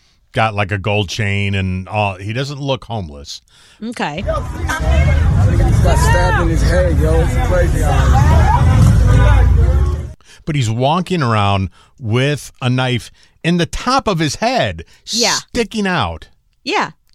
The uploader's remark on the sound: Take in these sounds of New York City on Tuesday, as a man is totally chill, walking around an ambulance, with a big knife sticking out of his head. There was someone there, to not only video , but provide commentary.